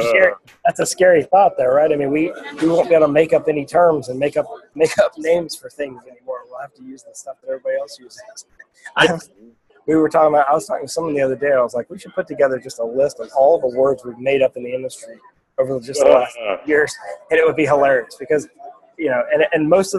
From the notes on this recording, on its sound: live from the ISE show